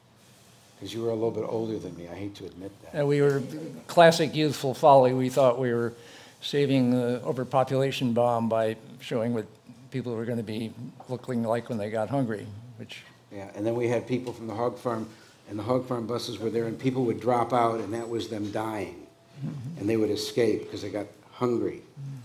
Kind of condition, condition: setting, busy venue